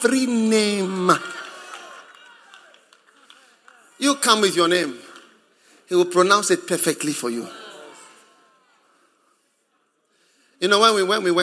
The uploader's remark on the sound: Preached at the Prophetic Encounter Service.